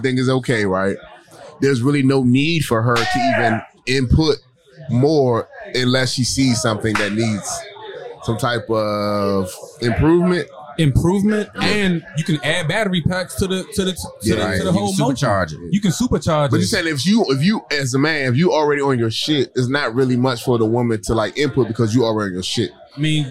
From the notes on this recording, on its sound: We're coming to you live from the vibrant Oasiz Bar and Grill in Hyattsville, MD! Live on location Oasiz Bar & Grill.